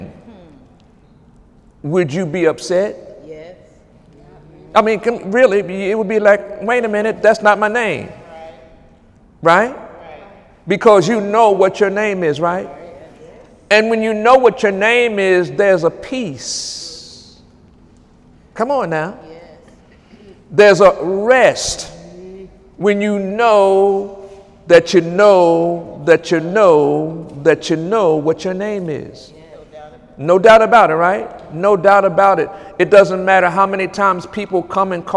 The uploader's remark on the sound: During Wednesday night service on October 11, 2017